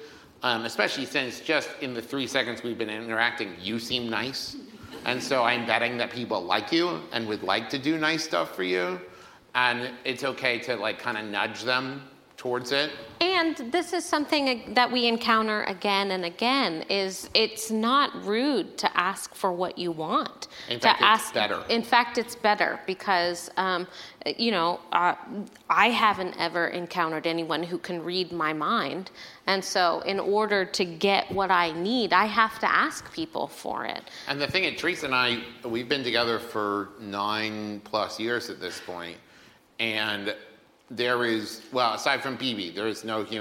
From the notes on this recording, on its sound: LIVE at London Podcast Festival. Part two of the live episode we recorded at London Podfest!